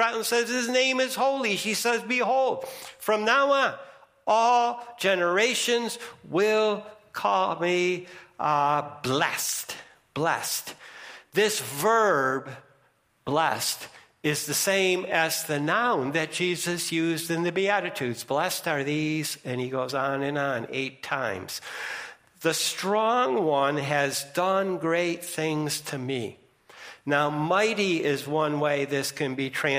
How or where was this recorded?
large echoing room